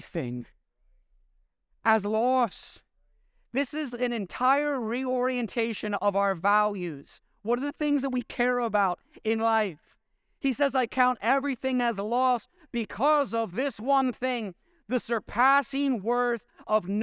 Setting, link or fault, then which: setting, large echoing room